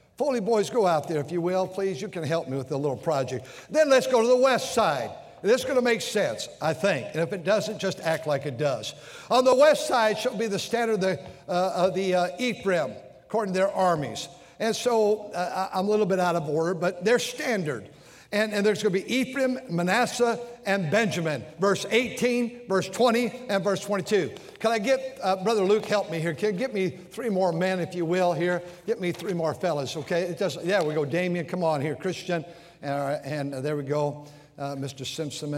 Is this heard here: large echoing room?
yes